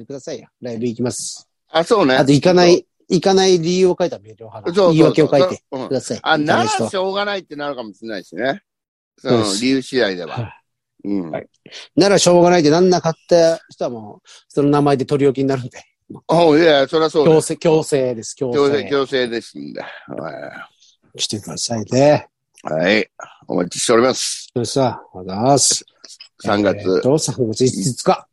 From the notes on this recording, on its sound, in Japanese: ZOOMで収録。